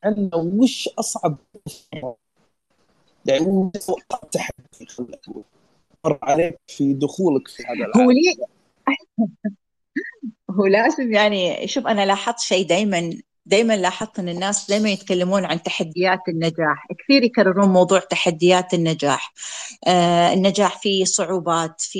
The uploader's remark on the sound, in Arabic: تسجيل لمساحة ابن رشد الأسبوعية على منصة تويتر